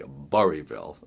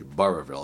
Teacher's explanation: So many times you'll hear people drop the two middle L's · Shown in: first take · and just say Burrillville, and it's actually Burrillville.